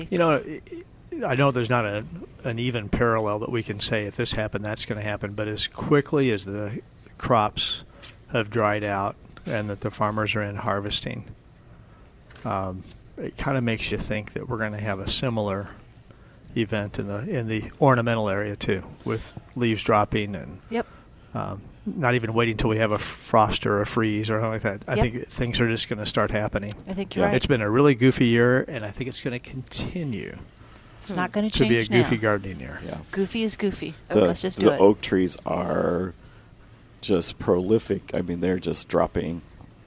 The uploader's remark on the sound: Live at Prairie Gardens